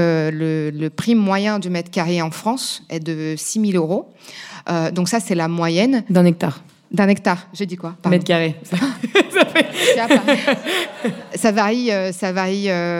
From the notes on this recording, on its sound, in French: Enregistrée en public à Plantation Paris.